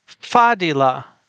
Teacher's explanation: Well, I'm not putting a glottal stop there due to my own limitations, but the emphasis is on the first syllable